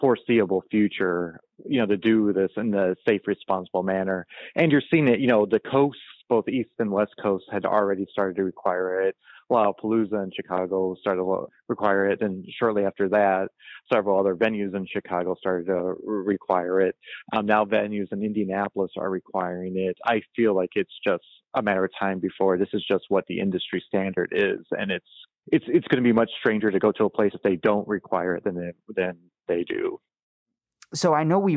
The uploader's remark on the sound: WFHB News spoke over the phone.